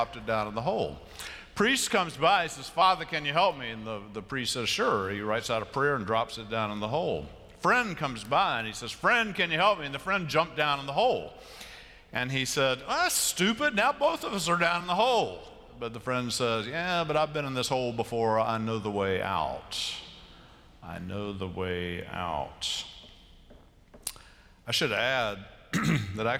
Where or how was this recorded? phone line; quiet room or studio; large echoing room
large echoing room